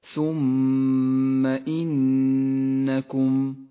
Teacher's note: تتالى حرف الميم المشدد مع حرف النون المشدد